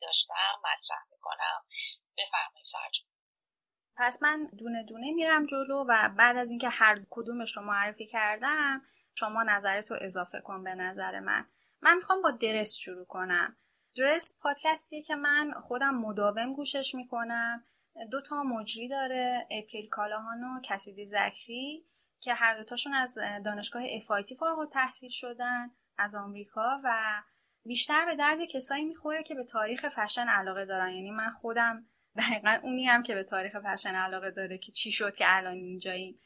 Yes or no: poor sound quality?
yes